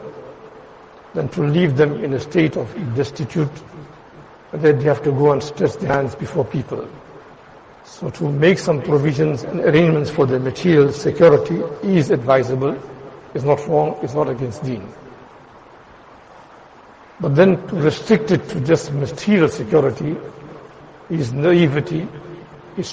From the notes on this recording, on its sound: Jumuah lecture at Madressah Taleemuddeen